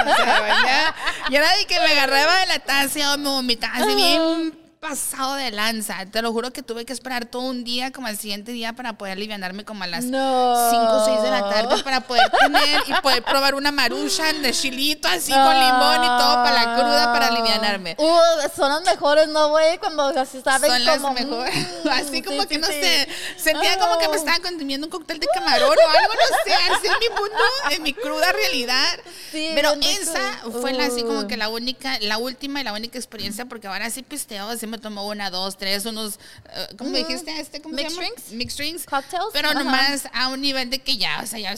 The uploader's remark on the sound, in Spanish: En vivo desde La Huacana Night Club.